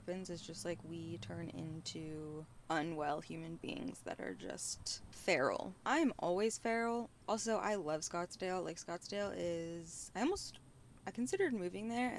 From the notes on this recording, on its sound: Live from a tesla near you. If you saw me driving my tesla around west hollywood holding a microphone...